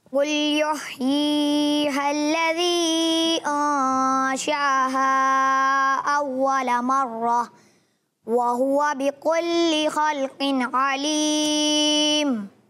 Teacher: تھوڑا سا قاف موٹا محسوس ہوا